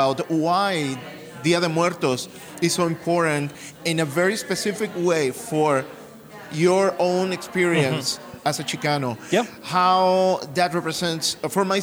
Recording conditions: busy venue